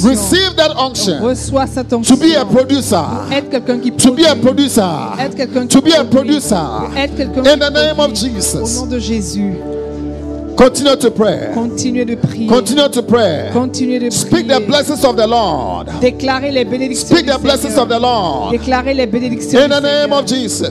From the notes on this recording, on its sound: Preached during Joyful Hour Sunday Service